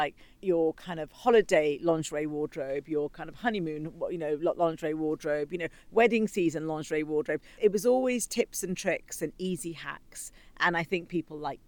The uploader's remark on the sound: The Mumbai Hustle - Live From Soho House Mumbai. A captivating episode live from Soho House Mumbai.